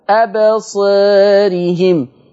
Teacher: برضو حكم الالف التقليل قولا واحدا